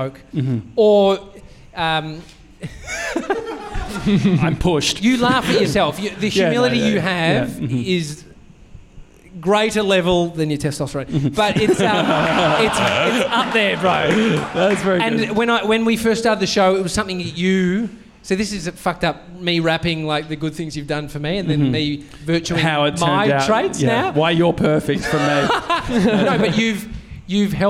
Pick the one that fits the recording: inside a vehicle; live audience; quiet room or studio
live audience